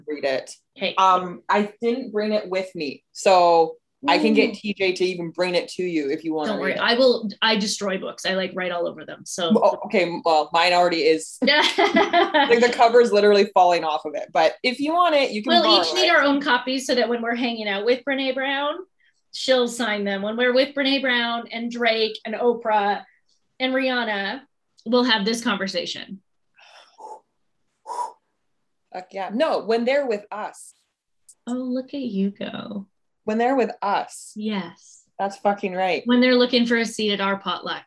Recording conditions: video call